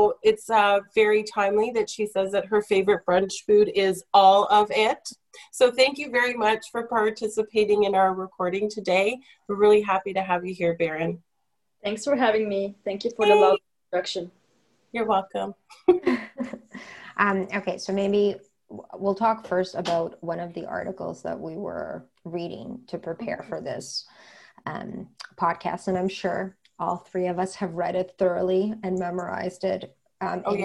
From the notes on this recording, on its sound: Editing our zoom podcast.